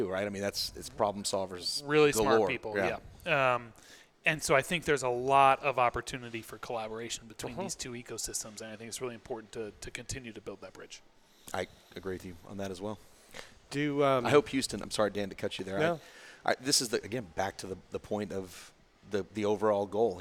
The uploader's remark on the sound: Recorded at Pickering Energy Partners' PEP Rally: Capital Formation